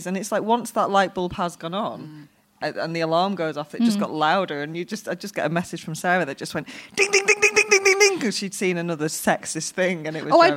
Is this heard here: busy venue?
yes